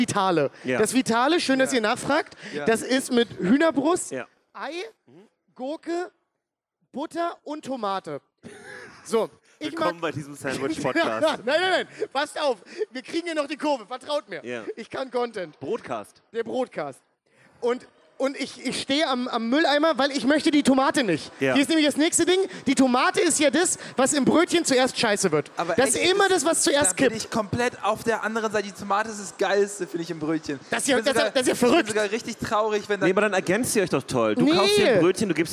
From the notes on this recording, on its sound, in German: Live auf der Solocon. Und um den Samstag noch besonderer zu machen sind wir am Start mit einer Live-Folge aus der Schweiz!